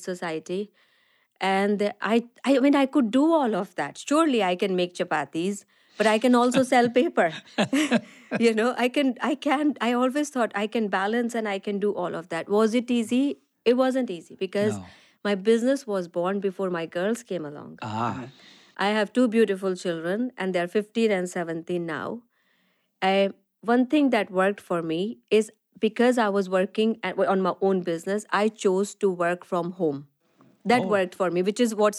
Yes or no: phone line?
no